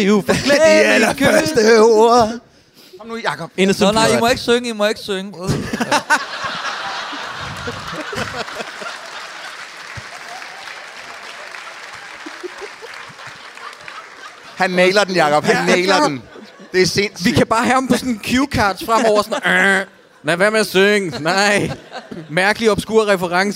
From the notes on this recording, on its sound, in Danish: En publikummer kommer tilmed op på scenen og forklarer alt muligt.